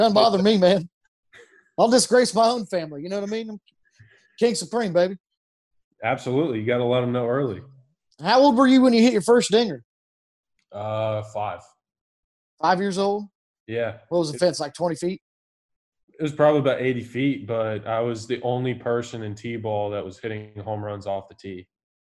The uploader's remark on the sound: Zoom'd with one of the biggest names in MLB